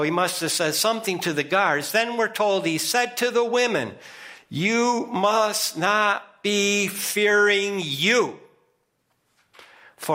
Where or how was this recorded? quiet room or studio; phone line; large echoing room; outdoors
large echoing room